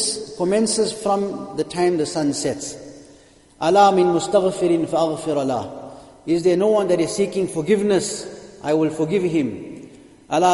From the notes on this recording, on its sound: Jumuah lecture